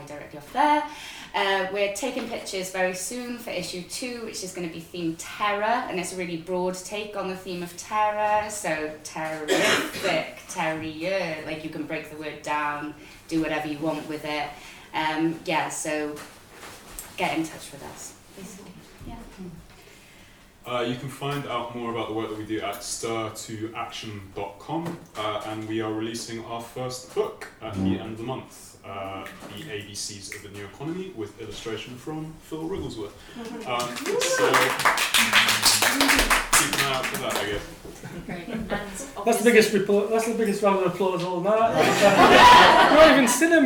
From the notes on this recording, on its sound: Recorded live on Tuesday 10th October at The Scrandit in Bristol.